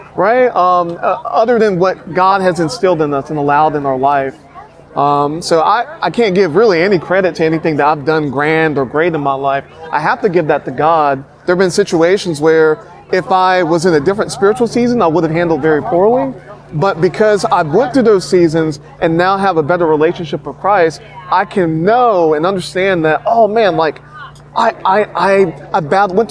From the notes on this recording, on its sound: While at the Homesteaders of America conference earlier this month